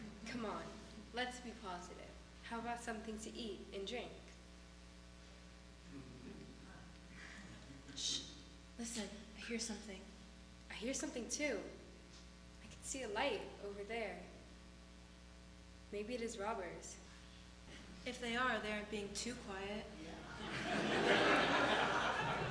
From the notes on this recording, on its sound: Sunday morning worship at Altadena Baptist Church. Full service recording -- special music and readings.